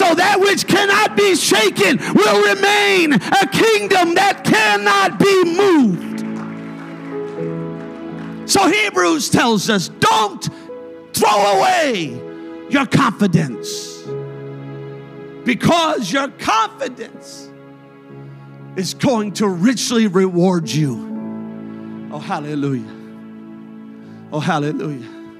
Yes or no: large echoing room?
yes